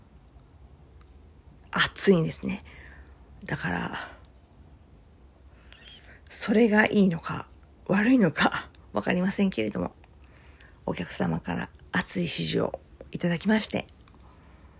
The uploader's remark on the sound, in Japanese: Androidタブレットで音が消えてたので、iPhoneでもう一度取り直しました。